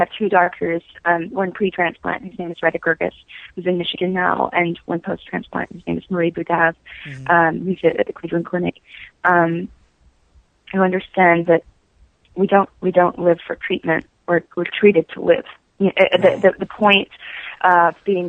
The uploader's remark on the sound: spoke by phone with her